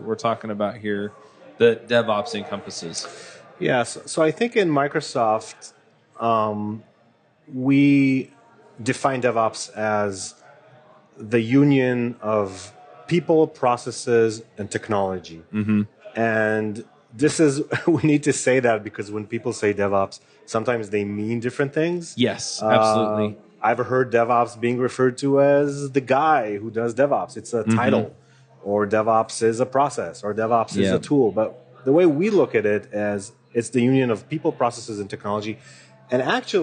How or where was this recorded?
busy venue